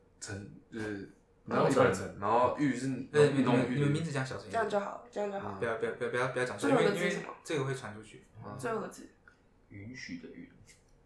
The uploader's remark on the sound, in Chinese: 為了上傳上來，也是犧牲了音質，還請多見諒，不然原檔真的大到不符合上傳標準。也是歹丸童乩的第一個Live Podcast。